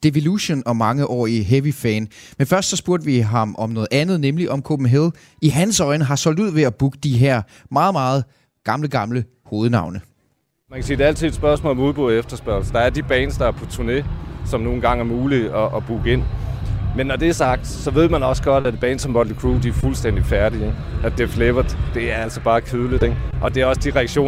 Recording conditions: busy venue